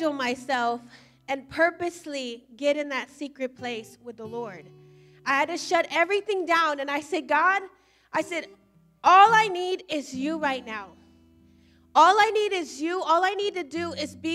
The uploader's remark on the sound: Recorded live at Emerging Streams Apostolic Center in Stryker, Ohio.